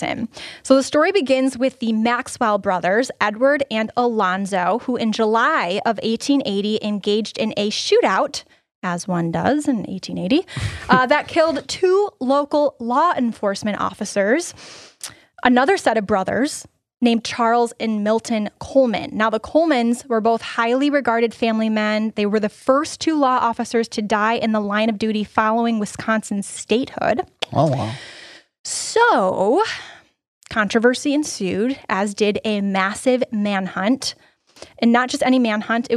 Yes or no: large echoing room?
no